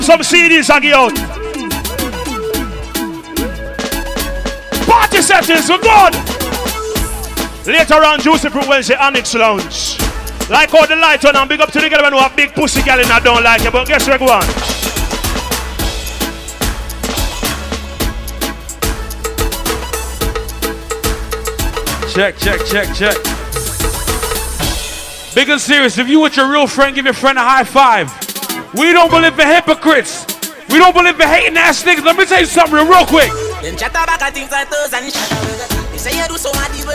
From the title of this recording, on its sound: LIVE AT SEAFOOD TUES NYC 3.8.16